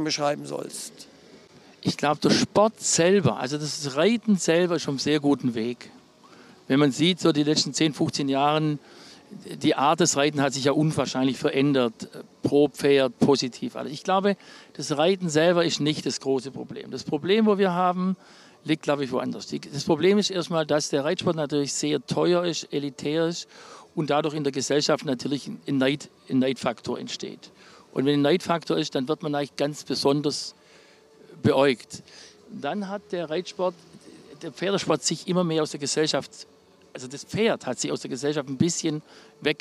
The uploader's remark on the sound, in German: Dieses Gespräch wurde im Zuge der Bundeschampionate im September 2023 in Warendorf aufgenommen.